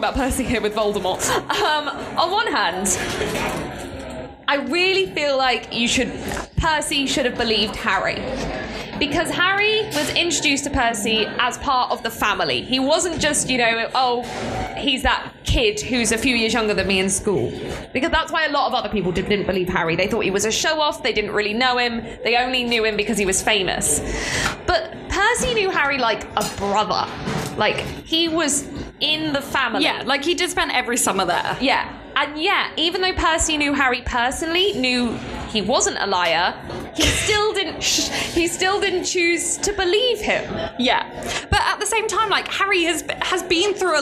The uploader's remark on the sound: share one of the live recordings from this weekend at Draigcon